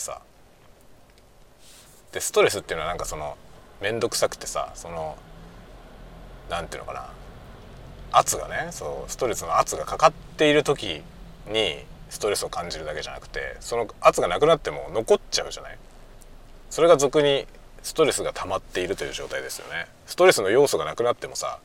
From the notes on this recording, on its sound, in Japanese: ドライブしながら雑談。人間ドックからの帰り道、運転しながら雑多な話をした回。Stand.fm。